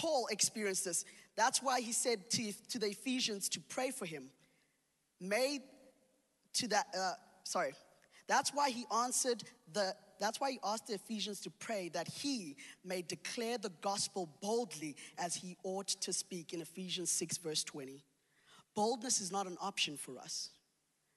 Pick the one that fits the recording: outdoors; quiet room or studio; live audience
live audience